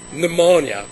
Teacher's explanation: the P doesn't need to be pronounced